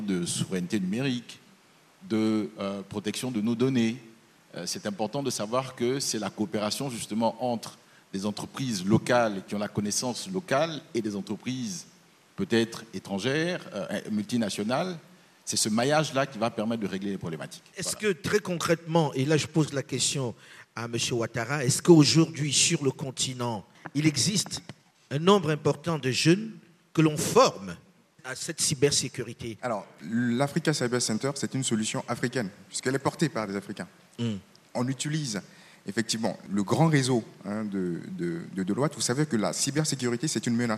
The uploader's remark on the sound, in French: Ce débat a été enregistré à Abidjan dans le cadre de la 3ème édition du Cyber Africa Forum.